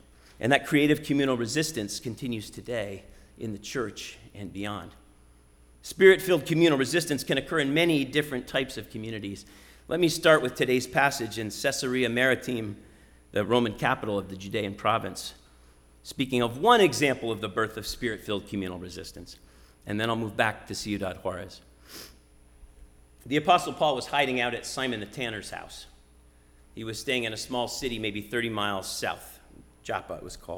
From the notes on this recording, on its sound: Sermon preached at RCHP on Easter Sunday, April 17, 2022.